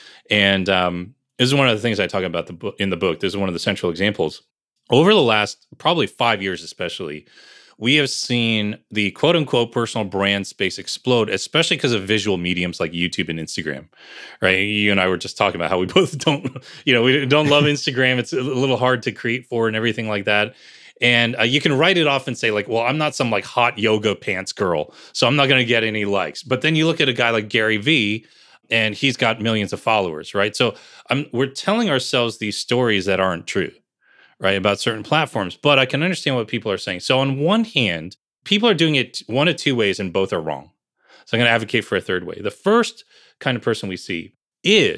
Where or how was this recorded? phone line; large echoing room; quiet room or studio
quiet room or studio